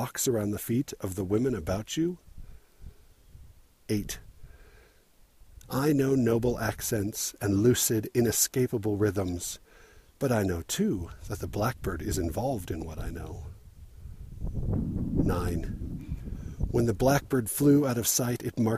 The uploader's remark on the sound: Recorded while I was unwilling to hike any further up the snowcovered and avalanche-prone Mount Timpanogos.